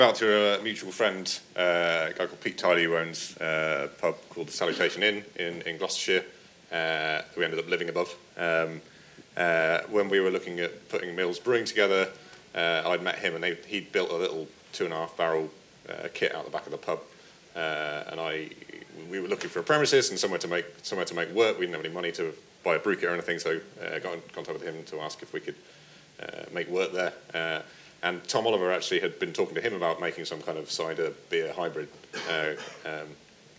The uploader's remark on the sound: In this panel discussion, recorded at FyneFest 2019